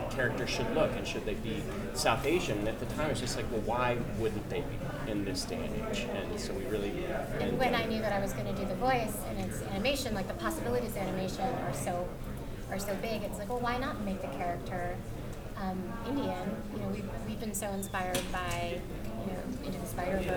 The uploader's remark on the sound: Velma Press Conference NYCC 2022. Cast and creative audio for Velama from NYCC.